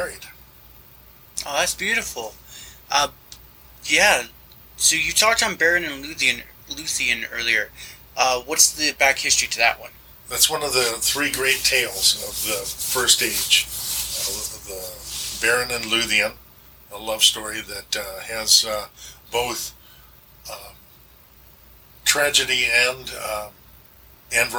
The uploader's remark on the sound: My microphone died right before the interview, so it sounds like we were farther away than we actually are.